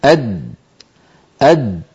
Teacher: لاحظوا بأن اللسان عندما يصل إلى مخرج الدال يصطدم طرفه بمخرج الدال أد عند تلك الدائرة الزرقاء التي تظهر فينحبس الصوت خلفها ويؤدي تصادم طرف اللسان مع ما يحاذيه من الحنك الأعلى إلى صوت الدال · Term: الدال ساكنة من غير قلقلة